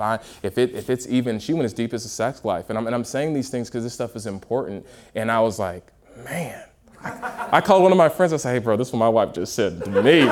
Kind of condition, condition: setting, live audience